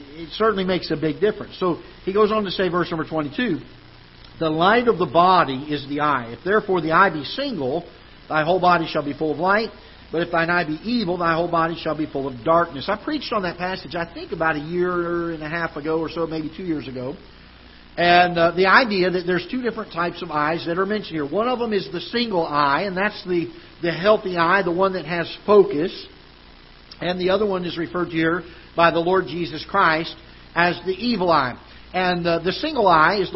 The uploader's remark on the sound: Ketha Heights Baptist Church ~ Live Broadcast